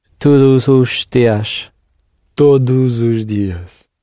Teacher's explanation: you can run the final S of todos into the U of os.